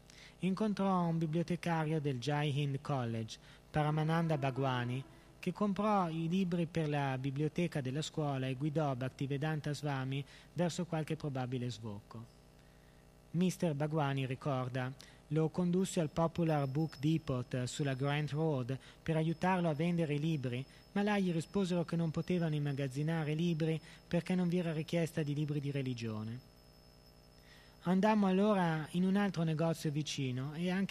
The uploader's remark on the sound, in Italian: in diretta dal Tempio di Villa Vrindavana